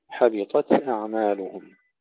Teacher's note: تفخيم الطاء إلى ترقيق التاء وهمسها يجب أن يكون سريعا